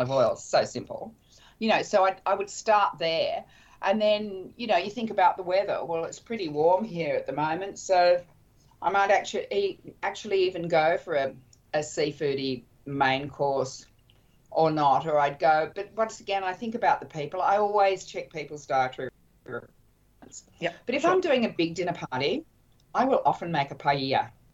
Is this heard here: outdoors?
no